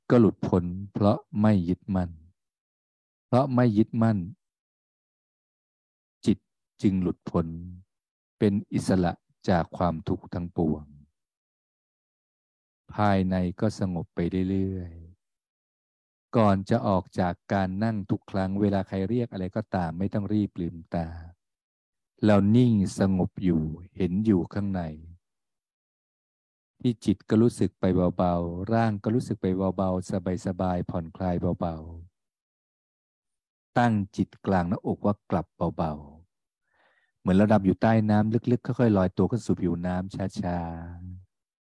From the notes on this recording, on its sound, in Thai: ผ่าน Zoom